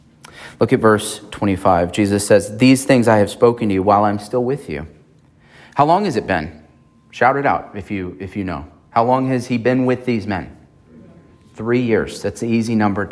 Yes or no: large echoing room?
yes